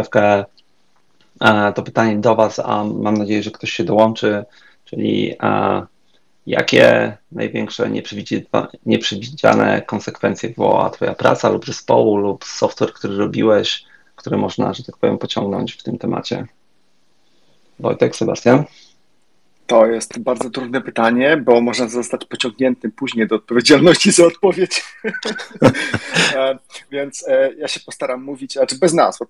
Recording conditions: video call